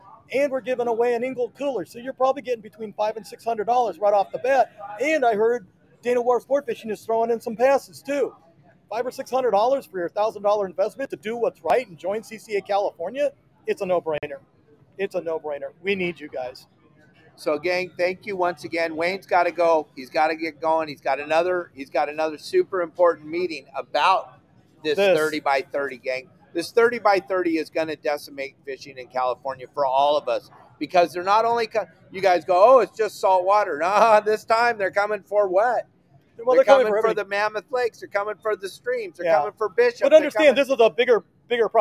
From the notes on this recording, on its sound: CCA LIVE AT THE PCS SHOW SETUP!